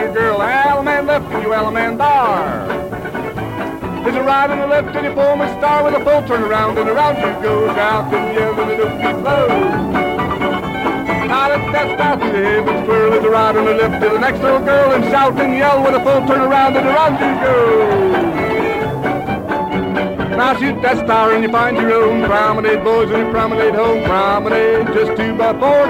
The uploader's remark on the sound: Live Dance Recording of the Santa Monica Jubilee in 1950